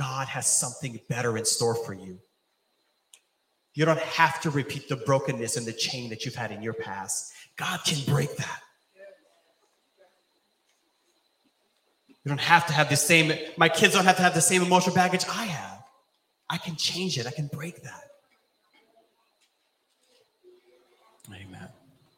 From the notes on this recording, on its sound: This sermon was recorded live on June 19th at Newark United Pentecostal Church